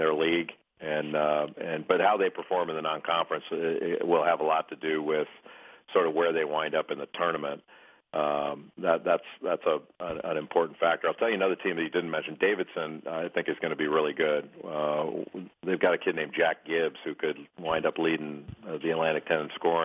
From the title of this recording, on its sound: ESPN CBB Conference Call